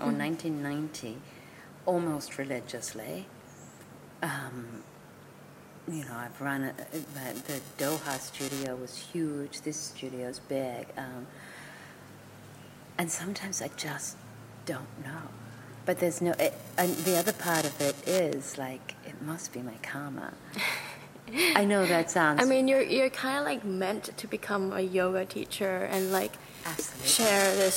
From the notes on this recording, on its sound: Little technical noise issue over this episode (bearable)